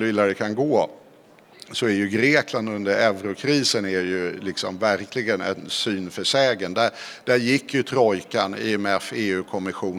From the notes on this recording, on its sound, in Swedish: Live inför publik på Vänsterdagarna på mässan i Göteborg.